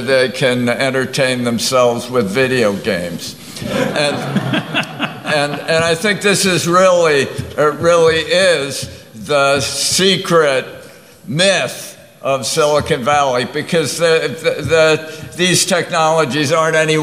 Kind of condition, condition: setting, live audience